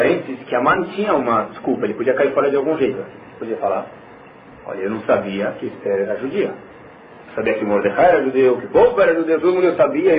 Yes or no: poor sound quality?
yes